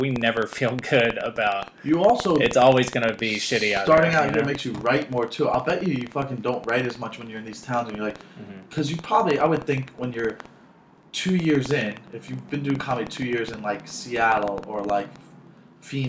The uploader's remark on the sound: screws up the audio setup in the episode to where it sounds absolutely terrible!